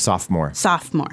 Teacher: And it almost sounds like sophomore. You actually don't say the second O.